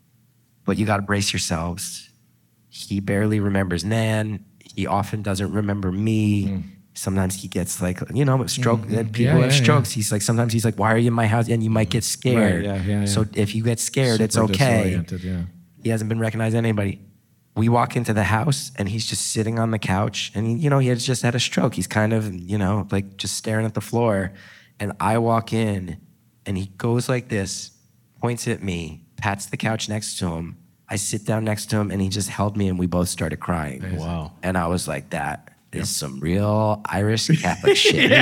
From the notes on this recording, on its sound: Answer the weirdly awesome questions from our live audience at Sketchfest 2024.